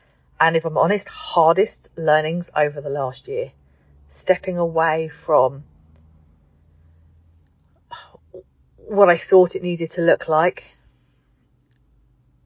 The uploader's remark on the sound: as I sit in the car outside my son's exam centre